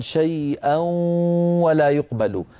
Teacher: أيضا الإدغامات بغنة شيئا، لما نقول مثلا شيئا ولا يقبل، شيئا أيها الإخوة يخرج صوتان في آن واحد، واو من الشفتين وغنة من الخيشوم معا